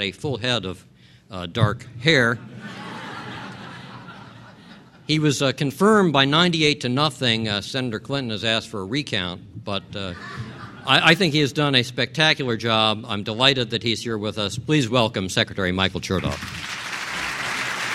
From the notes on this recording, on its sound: delivered an address at the 2006 Annual National Lawyers Convention